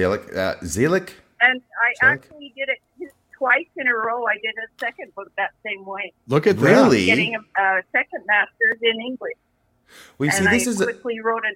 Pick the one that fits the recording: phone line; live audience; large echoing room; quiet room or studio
phone line